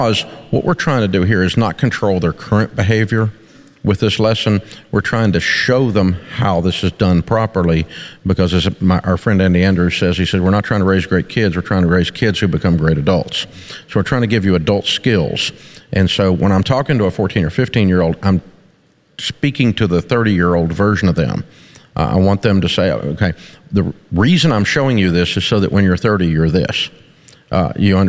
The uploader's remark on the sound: Take questions in front of a live studio audience in our new Ramsey Event Center!